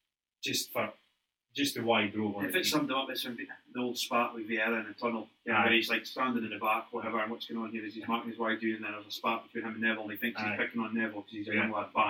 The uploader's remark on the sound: Apologies for sound